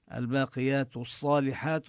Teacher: هنا تدغم اللام بالصاد لأن الصاد من الحروف الشمسية